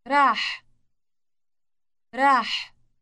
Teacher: The final sound is the H-like sound that is produced with friction.